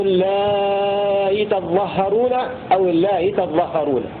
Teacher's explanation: أي أن ورشا يسهل الهمزة بينها وبين الياء مع المد والقصر